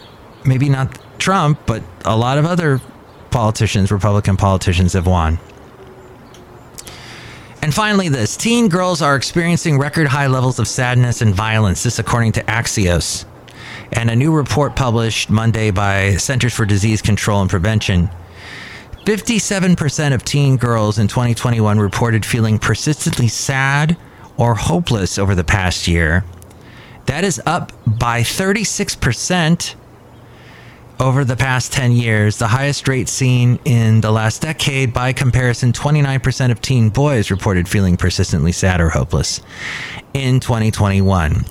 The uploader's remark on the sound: podcasts live from Cafe Anyway